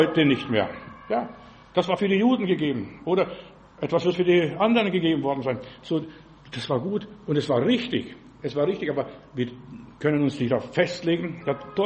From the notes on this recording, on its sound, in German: im Gemeinde-Zentrum in Berlin aufgenommen